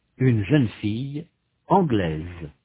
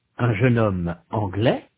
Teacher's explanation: In sound, the feminine forms, anglaise and suédoise, have a final consonant z, that the masculine anglais and suédois do not. In the masculine, the final s is not pronounced.